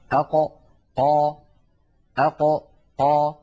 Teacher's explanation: القاف كما نعلم يا إخوة من أقصى اللسان مع ما يحاذيه من الحنك الأعلى · Term: حرف القاف